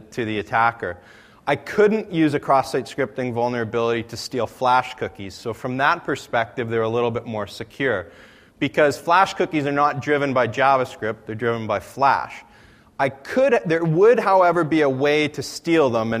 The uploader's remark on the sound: AusCERT presentation. The following is a recording of a presentation.